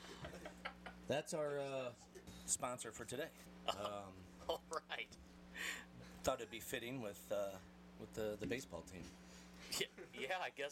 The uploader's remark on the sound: Bare with us this week as we struggled with sound and volume!